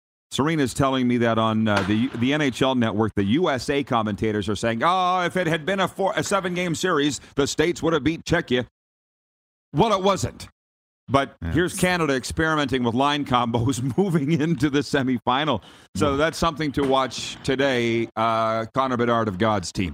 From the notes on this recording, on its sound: LIVE from inside Rogers Place in Edmonton, Alberta